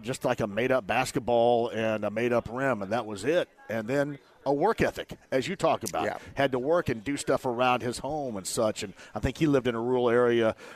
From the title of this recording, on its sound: Live From Horshoe Indianapolis